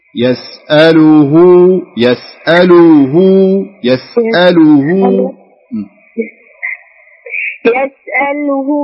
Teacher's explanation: والهاء تشبعين الهاء تشبعينها يعني كأنك تنطقين واو بعد نهاية الهاء